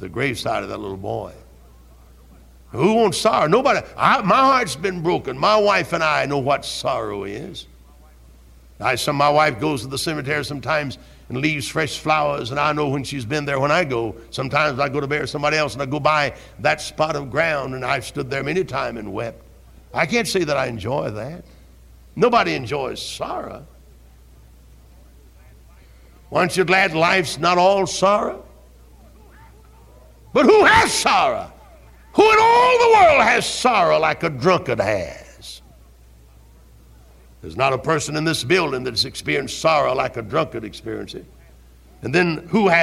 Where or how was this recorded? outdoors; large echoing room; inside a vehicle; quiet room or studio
large echoing room